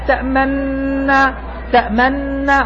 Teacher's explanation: ضم الشفتين هنا يسمى إشماما عند القراء